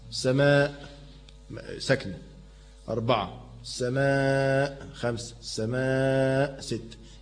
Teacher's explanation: أولا ينفع مدها أربعة أربع حركات سماء مد متصل ينفع مده أربعة وينفع مده خمسة وينفع مده ستة